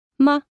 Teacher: This is very much a resigned tone. Medium pitched and laid back, it usually appears at the end of a phrase. · Term: neutral tone